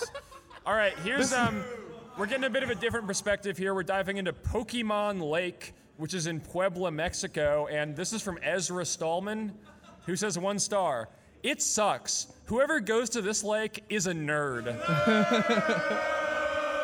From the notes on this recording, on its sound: This is the audio from our live podcast/panel at Anime Nebraskon 2019.